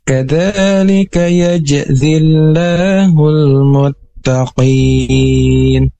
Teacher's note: Seperti yang sudah disampaikan tadi, ada huruf jim dan zai, dan di situ terjelas beda makhrajnya dan dibacanya pun harus beda, dan ada tekanan karena qalqalah yaitu jim mati